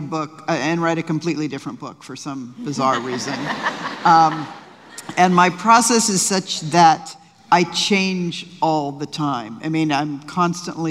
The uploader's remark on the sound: LIVE conversation. With an audience Q&A.